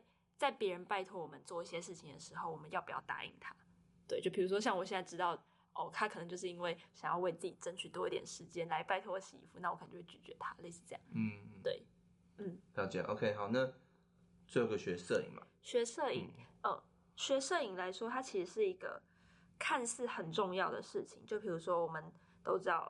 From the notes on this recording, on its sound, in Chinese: 近期我們收到很多關於聲音品質不足的回饋。我們初步研判，可能有時候錄音的地點限制，後製處理如降噪音等後會降低一些聲音，造成部分聽眾的不便。